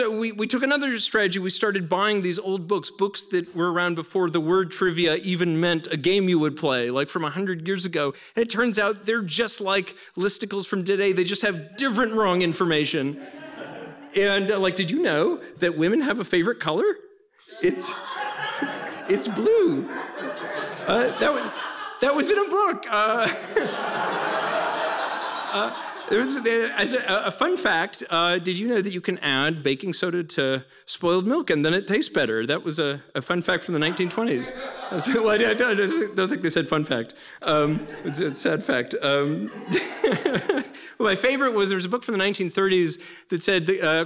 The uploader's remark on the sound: shared their stories at our annual Proton Prom fundraiser this week